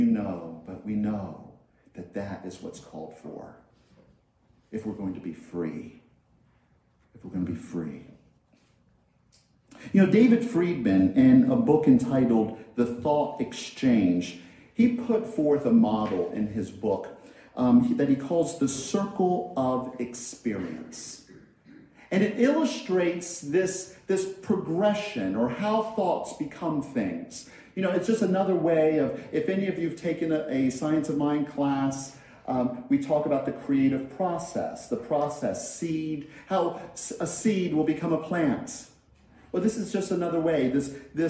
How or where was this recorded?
large echoing room